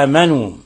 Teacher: ومد البدل عند حفص بل عند عاصم ليس فيه إلا القصر، فيقرأ هكذا آمنوا، ولا يثلث البدل الذي انفرد به ورش عن نافع، انفرد بتثليث البدل، يسميه ثلاثة البدل، يعني يقصر يقول آمنوا ويوسط آمنوا وأيضا يشبع المد يقول آمنوا. · Term: مد بدل